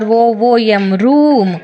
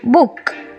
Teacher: ಕೆಲವೊಮ್ಮೆ ಊ ಅಂತ ದೀರ್ಘ ಉಚ್ಚಾರ ಆದರೆ ಕೆಲವೊಮ್ಮೆ ಹ್ರಸ್ವ ಉಚ್ಚಾರ ಆಗತ್ತೆ